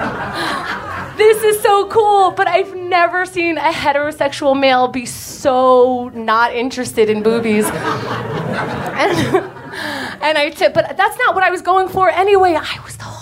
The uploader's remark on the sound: Live From NYC Podfest 2014